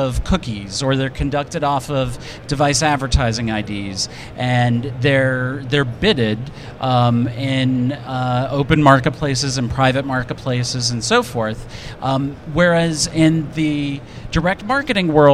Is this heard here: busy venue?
yes